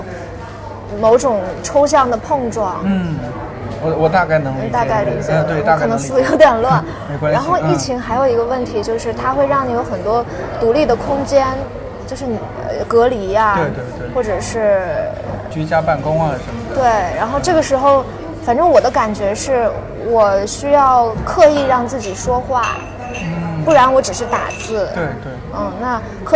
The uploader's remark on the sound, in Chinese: 上周五去naive理想国北京郎园店和三位偶遇的听友即兴聊了聊，在征得他们同意之后，我把聊天录音整理成了这期节目。第一次尝试这样的录制，低估了工作日咖啡店的热闹程度，这次的收音有点嘈杂，带来不好的收听体验还请谅解。